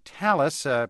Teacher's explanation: pronounced with a flat A and a schwa U